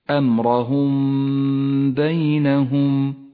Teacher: المثال التالي على الإخفاء الشفوي في قوله تعالى وتقطعوا أمرهم بينهم الميم الساكنة جاء بعدها حرف الباء تغن الميم بمقدار حركتين